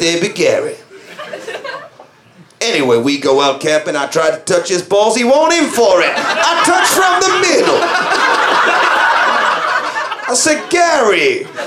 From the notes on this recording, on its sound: Recorded at the ARGComFest in July